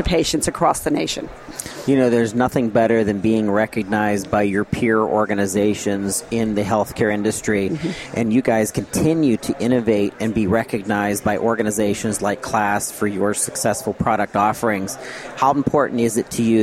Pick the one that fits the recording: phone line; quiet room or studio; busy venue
busy venue